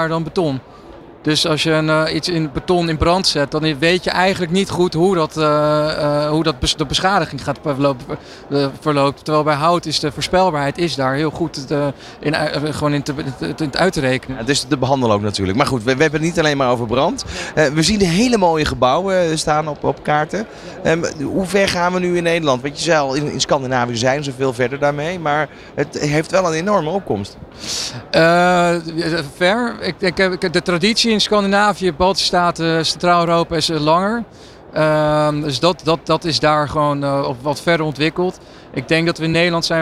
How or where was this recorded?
busy venue